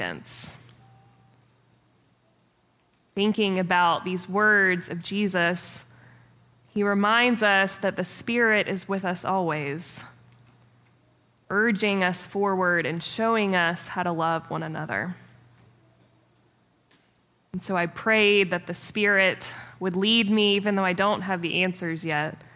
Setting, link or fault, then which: setting, live audience